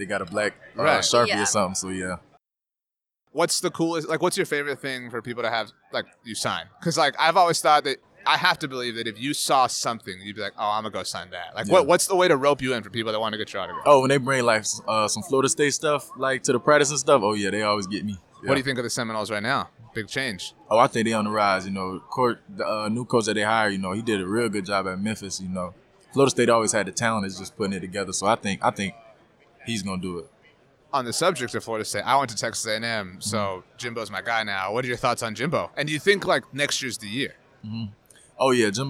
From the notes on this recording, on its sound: SUPER BOWL LIV. Live from Radio Row at the Super Bowl!